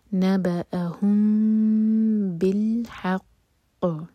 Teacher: ح علق سے اور قاف پر سٹرانگ قلقلہ